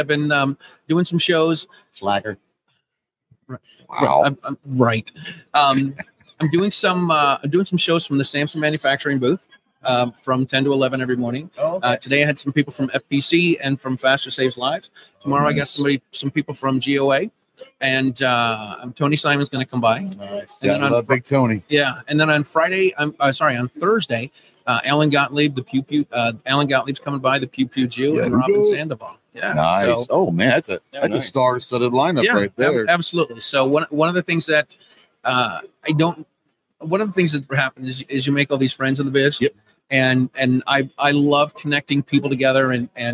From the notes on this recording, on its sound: LIVE From SHOT Show Day One. We had a blast with the LIVE podcast during SHOT Show.